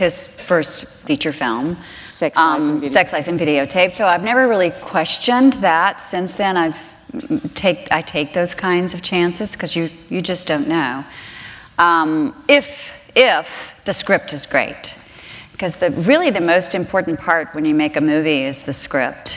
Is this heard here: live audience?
yes